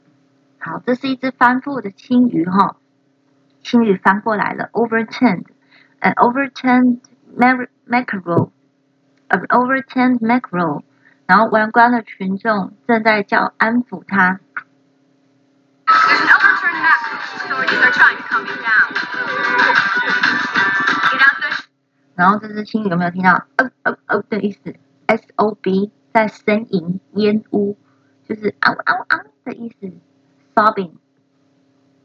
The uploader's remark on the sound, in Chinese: 手機音質不佳